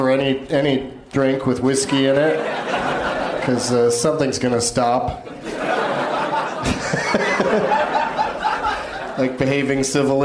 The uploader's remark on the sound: Live from the Comedy Club on State in Madison, WI.